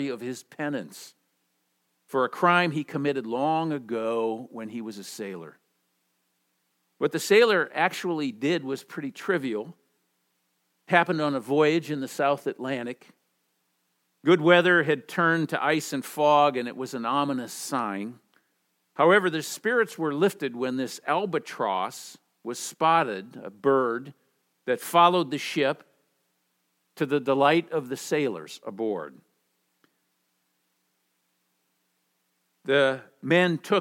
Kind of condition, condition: setting, large echoing room